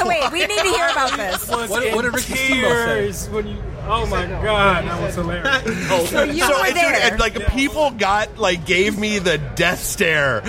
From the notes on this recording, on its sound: Podcast Detroit live from Michigan Comic Book Expo.